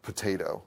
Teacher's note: would have an aspirated P with a substantial VOT around this value, but not quite as long.